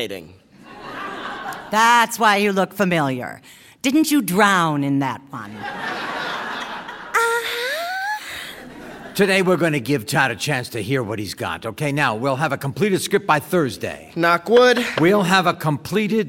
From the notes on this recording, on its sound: Recorded before a live audience at the Skirball Cultural Center, Los Angeles.